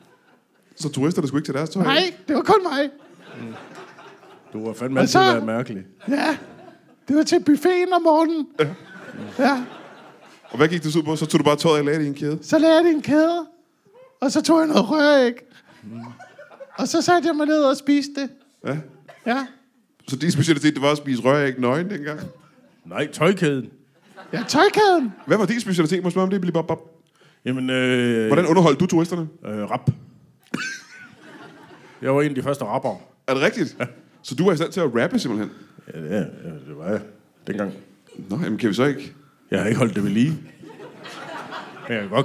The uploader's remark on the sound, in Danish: LIVE fra Fredericia